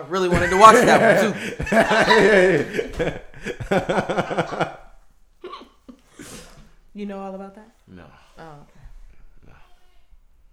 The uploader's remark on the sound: WERE SHARING A MIC ON TODAY'S EPISODE SO BARE WITH US